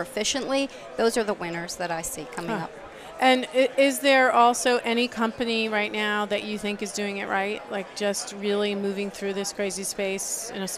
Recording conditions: busy venue